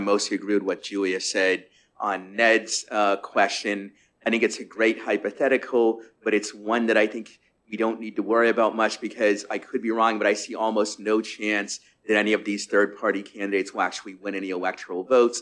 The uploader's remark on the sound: The University of Minnesota Law School held a conference with leading law and political science scholars. Is a recording of one of the conference panels.